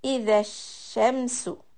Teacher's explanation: there's a hissing noise on sheen with the sukoon or with the shadda on it. So we will stretch the hiss a little bit long.